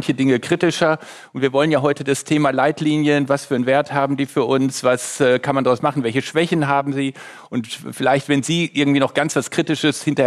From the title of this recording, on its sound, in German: Live von der DGVS